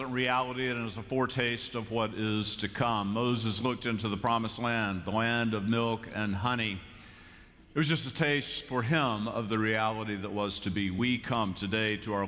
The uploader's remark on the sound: Live from Myers Park United Methodist Church in Charlotte, North Carolina.